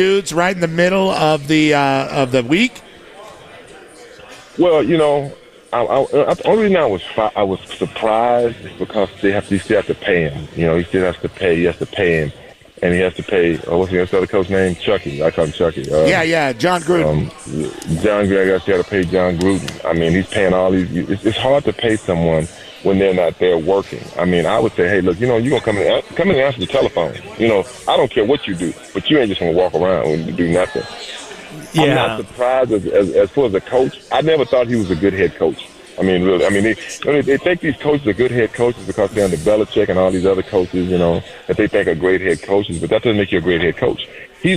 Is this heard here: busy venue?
yes